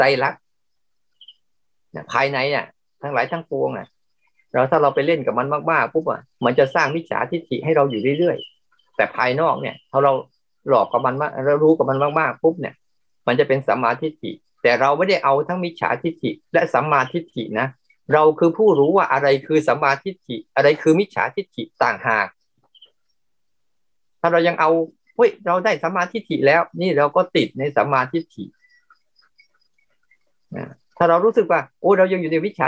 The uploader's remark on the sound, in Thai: คอร์สออนไลน์ (ผ่านโปรแกรม Zoom)